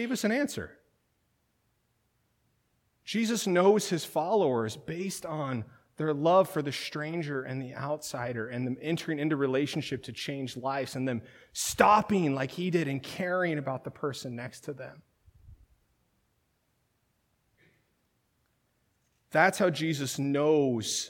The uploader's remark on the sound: This sermon was originally delivered at Third Christian Reformed Church in Lynden, WA on March 31, 2019.